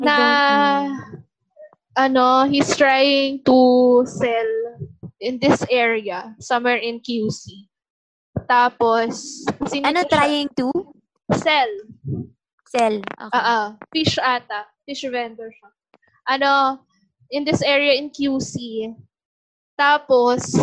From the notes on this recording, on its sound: The audio still sucks but we promise to use legit microphones on our next episode, cross our hearts!